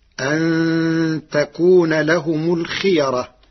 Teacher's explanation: أما كلمة الخيرة فالقراء جميعا متفقون على تفخيم الراء لأن الياء قبلها محركة بالفتح